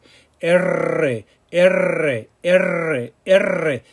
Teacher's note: The initial R of a word and double R are to be rolled. The tip of the tongue vibrates on the upper gums behind the upper front teeth. · Term: roll your R's